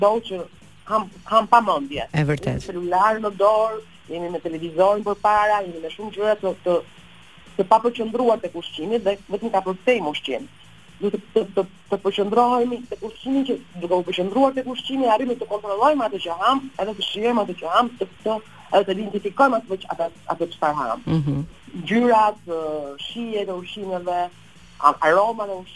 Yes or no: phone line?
yes